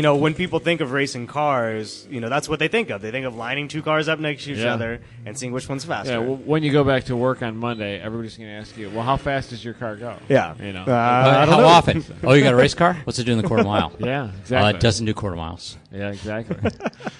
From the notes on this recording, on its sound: Live from HondaMeet15.